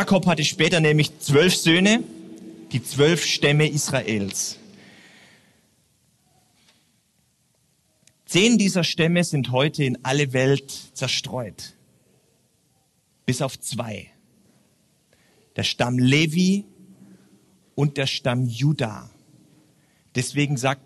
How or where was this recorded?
large echoing room